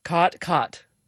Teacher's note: the low back vowel merger, which is sort of the biggest marker of Western speech